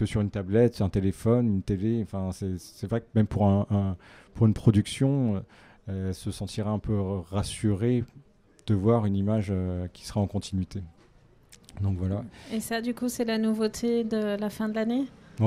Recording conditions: busy venue